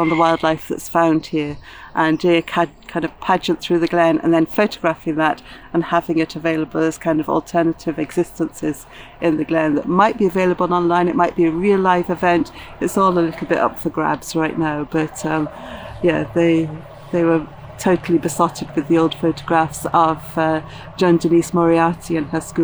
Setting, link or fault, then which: setting, outdoors